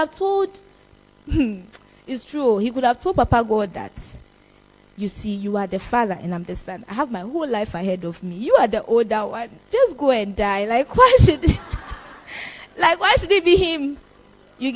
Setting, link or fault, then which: setting, live audience